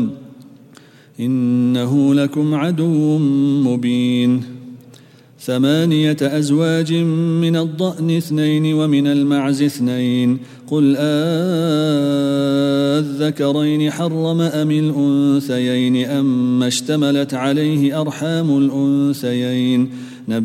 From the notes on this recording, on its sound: at the Houghton Masjid (West Street)